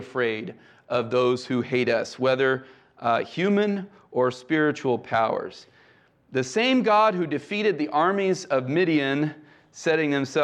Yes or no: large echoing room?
yes